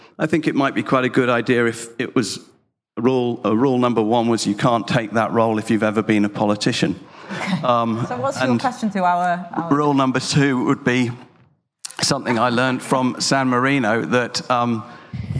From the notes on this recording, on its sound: We bring you the New Statesman debate, recorded live at the Cambridge Literary Festival.